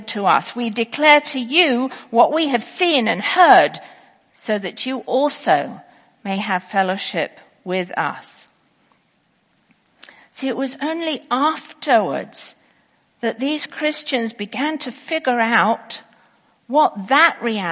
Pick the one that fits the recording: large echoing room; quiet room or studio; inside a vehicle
large echoing room